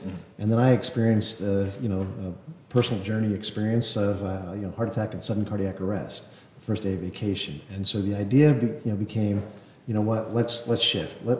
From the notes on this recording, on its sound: live from Caesar's Palace in Las Vegas at EPIC 2023